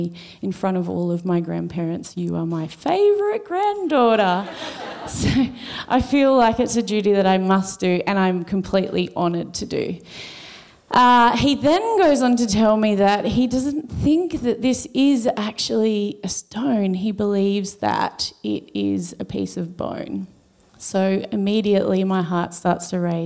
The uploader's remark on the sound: SPUN: True Stories Told in the Territory is a live storytelling event that showcases some of the extraordinary people and stories that make up the Northern Territory. Popping up at different venues across Darwin.